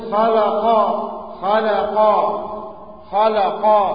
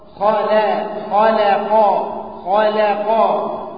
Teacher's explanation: فتنزل من التفخيم إلى الترقيق ثم تصعد مرة أخرى إلى إيه؟ إلى التفخيم · Shown in: second take